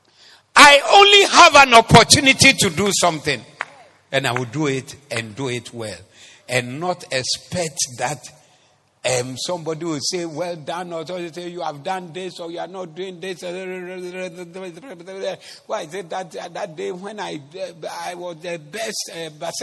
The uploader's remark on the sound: Preached at the Zeloo Service 14012024